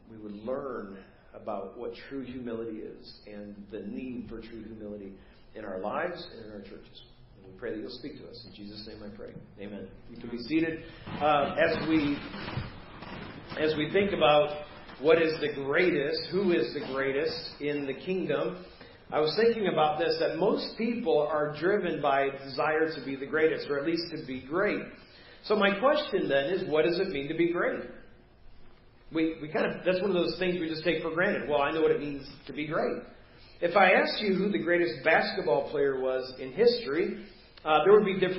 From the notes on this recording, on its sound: Preached at First Baptist Church of Hazel Park